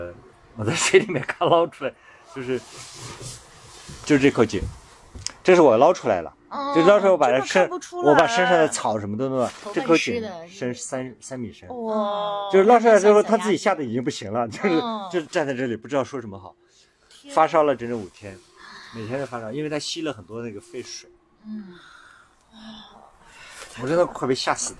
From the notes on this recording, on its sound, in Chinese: 这期我们难得离开北京城，到山中的营地中来。我们在特别的星谷营地，一掌接山中秋色，一掌接温暖室内的房车露台上。